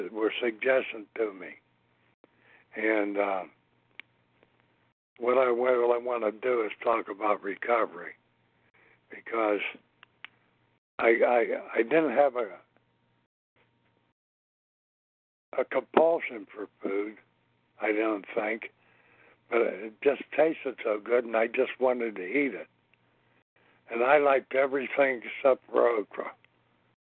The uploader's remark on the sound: from the 100 Pounders Phone Meeting, 10/28/23